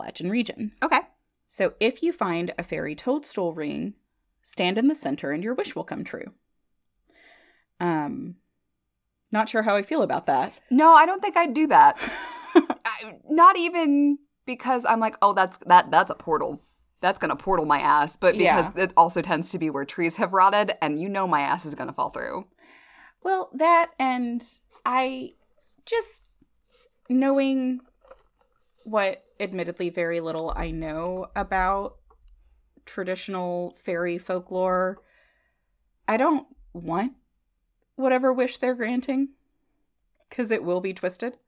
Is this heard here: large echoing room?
no